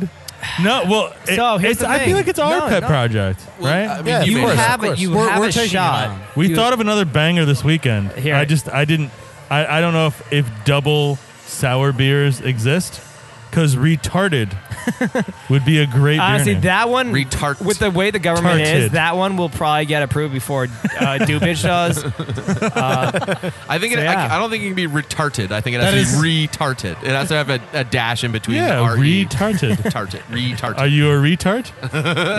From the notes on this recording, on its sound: We are on location at Bad Sons Beer Co this week